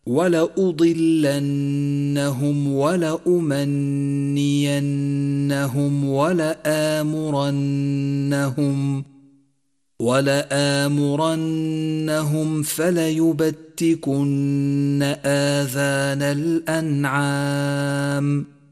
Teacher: سادسا، لاحظ النون المشددة في قوله تعالى: ولأضلنهم، ولأمنينهم، ولآمرنهم، ولآمرنهم فليبتكن آذان الأنعام. كل نون مشددة في هذا الموضع لا بد من الوقوف عندها حركتين زمن الغنة